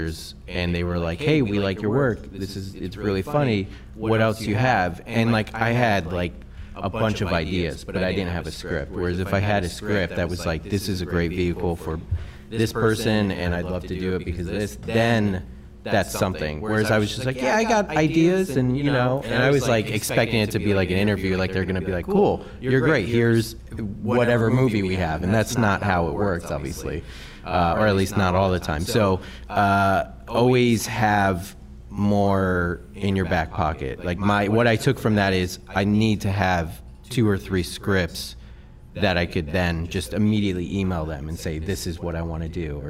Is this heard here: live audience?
yes